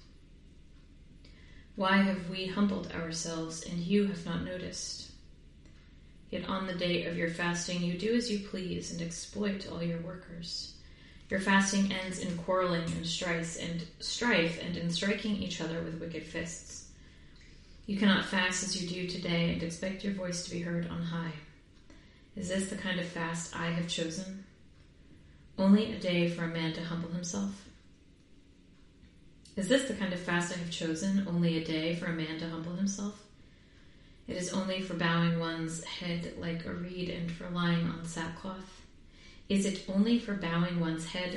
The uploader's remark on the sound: Live from the tub.